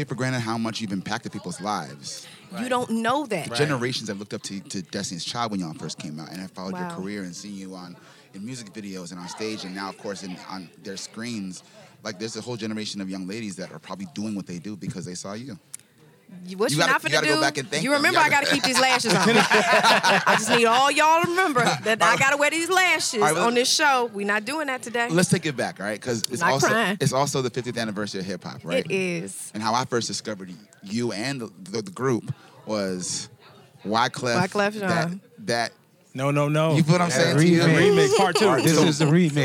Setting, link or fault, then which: setting, busy venue